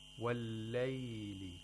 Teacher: So we have a fatha, which smoothly transitions into a ya'ul mad. · Term: diphthong